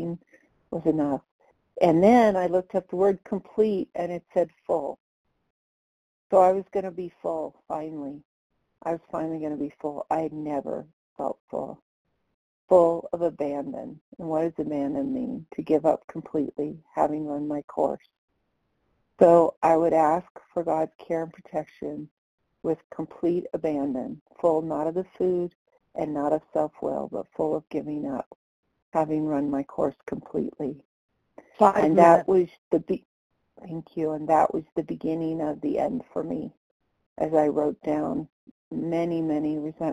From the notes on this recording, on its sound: the 100 Pounders Phone Meeting